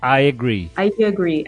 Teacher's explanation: tem o yeah que, que surge entre o I e o agree